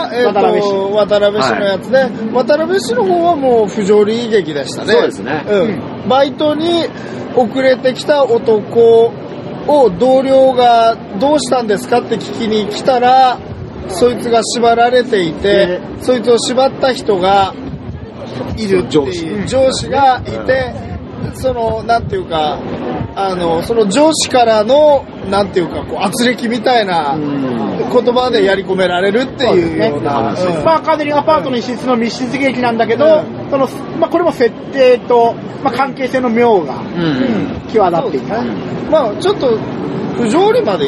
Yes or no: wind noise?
yes